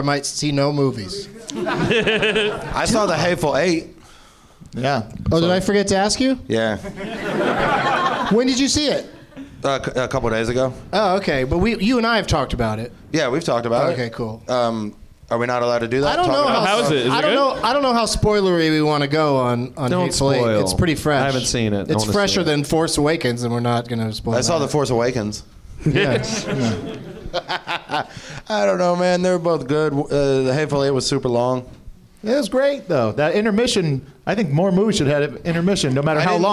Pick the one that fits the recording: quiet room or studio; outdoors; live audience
live audience